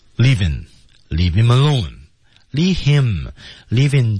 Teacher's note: s 和 in 之间是 in the zone 啊，有一个连读 leave him alone, leave him 连起来读成 leaveinHim 这种 H 开头的单词在和前面连读的时候 H 不发音